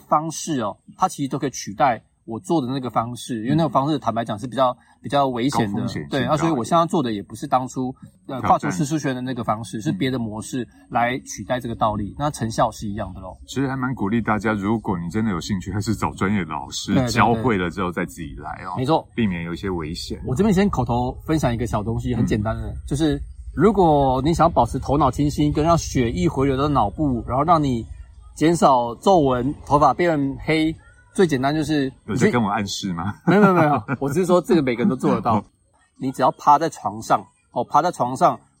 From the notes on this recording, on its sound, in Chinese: 錄製地點是"臺中東豐鐵馬道"